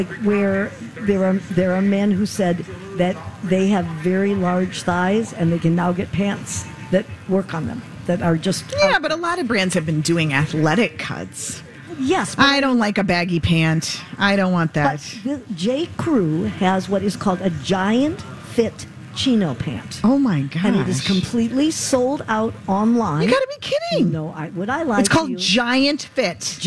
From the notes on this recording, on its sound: carry on live at the Minnesota State Fair!